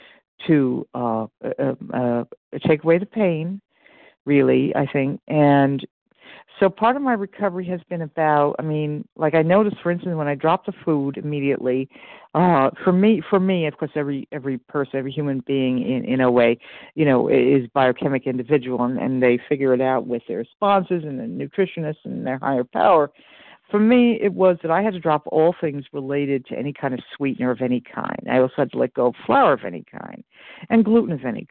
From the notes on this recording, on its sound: 100 Pounders Phone Meeting